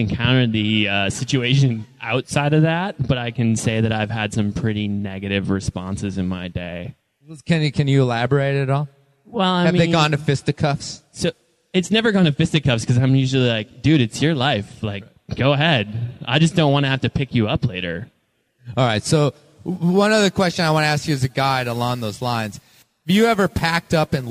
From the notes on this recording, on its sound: Live from Devils Lake Craggin’ Classic. A live show recorded last year at the American Alpine Club’s Craggin’ Classic in Devils Lake, WI. One rainy, soggy, muddy night, three guest joined me for a panel discussion.